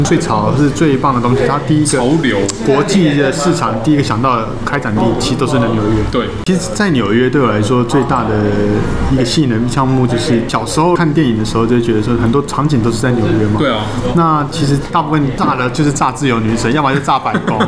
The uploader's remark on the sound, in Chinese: 本集白噪音指數：北風級 4/5。當各自杯中的肉桂咖啡及西西里咖啡越變越少、周遭賓客的嗓門越來越大聲、壓縮咖啡機的聲音也越來越猖狂之際。錄音地點： Maven Coworking Cafe。